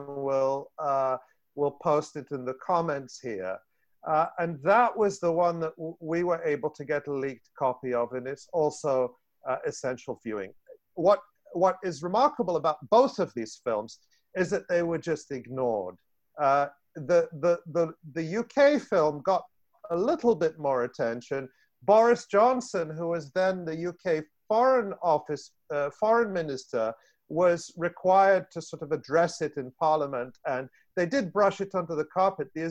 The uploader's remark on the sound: In part one of this two-part online event. This event was held online via Zoom.